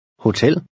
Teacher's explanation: Numbers 6 and 7 are words of foreign origin, and the accent is on the last syllable